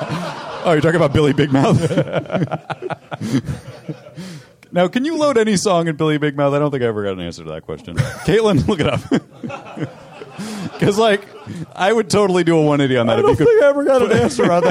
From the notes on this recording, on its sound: Perform live at the Comedy Bar in Toronto.